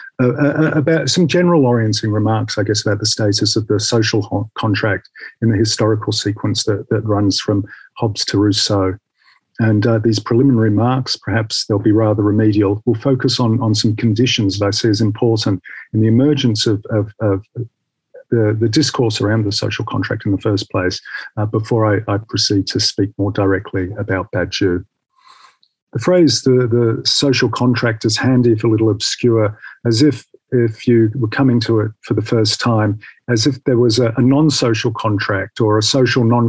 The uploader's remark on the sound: The seminar took place over Zoom